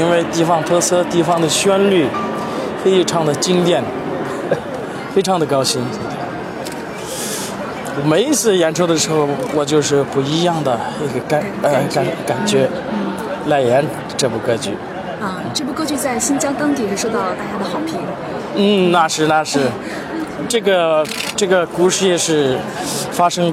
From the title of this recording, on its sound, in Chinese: 剧小院在现场：大剧院“公众开放日艺术节”